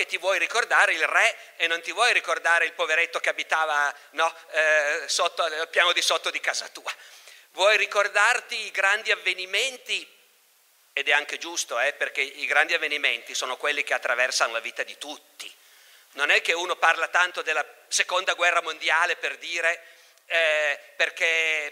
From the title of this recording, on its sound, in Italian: Festival Logos 2019, estratto